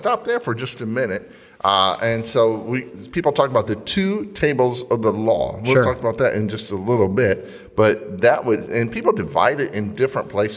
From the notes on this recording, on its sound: recorded during a live service at the Fremont Baptist Temple